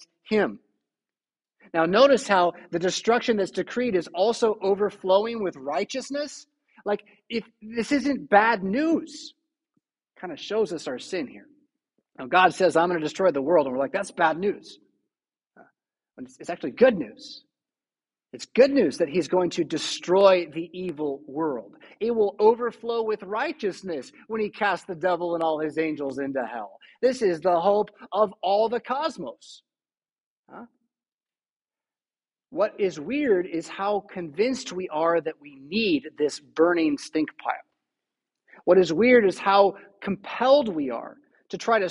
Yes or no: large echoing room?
yes